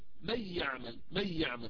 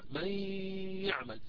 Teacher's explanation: هذا الصوت الذي تسمعوه الآن من يعمل هو يعني عبارة عن قسمين، نصف هذا الصوت ياء ونصفه غنة · Shown in: second take · Term: إدغام ناقص